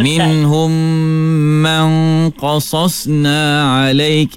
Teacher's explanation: Ikhfa ni maksudnya ya, sembunyi ya. Suara nun tidak boleh jelas kedengaran.